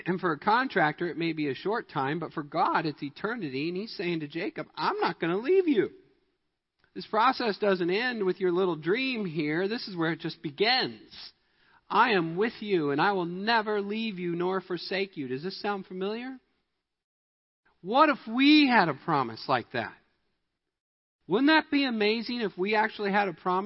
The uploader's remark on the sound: Midland Evangelical Free Church Sermon Audio